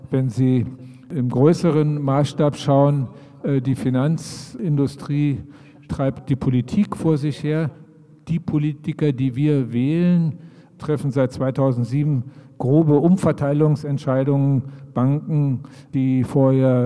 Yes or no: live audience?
yes